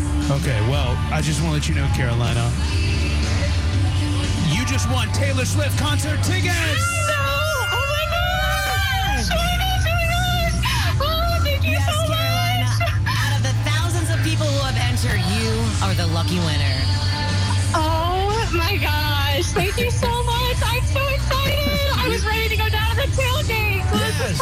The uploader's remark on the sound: we broadcasted live from The Banks for the Tay-gate